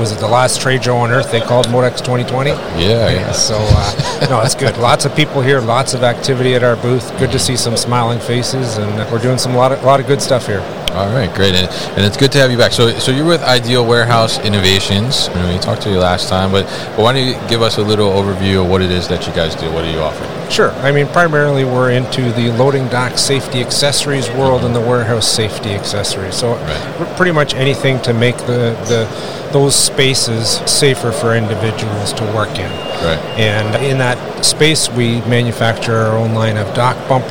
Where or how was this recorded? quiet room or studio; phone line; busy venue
busy venue